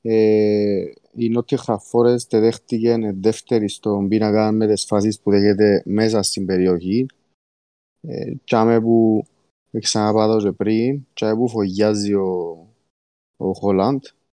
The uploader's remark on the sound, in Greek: Live συζήτηση στο discord του FPL Cyprus